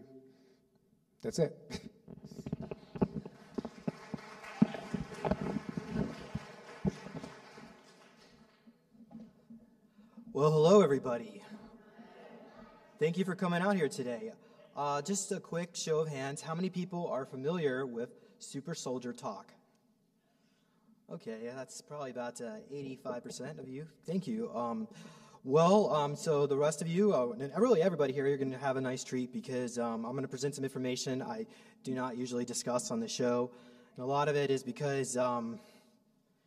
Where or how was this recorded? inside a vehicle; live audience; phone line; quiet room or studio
live audience